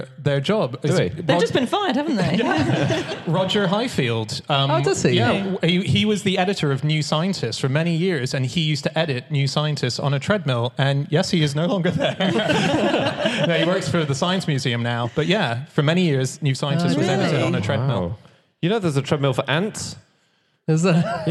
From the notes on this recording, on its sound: Live from Birmingham